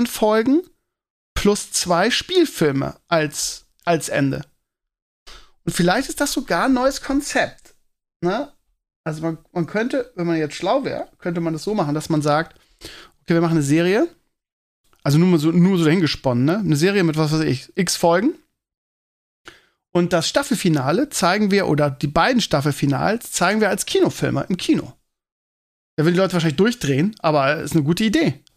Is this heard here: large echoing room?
no